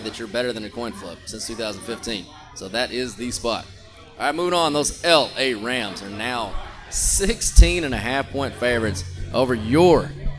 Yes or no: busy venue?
yes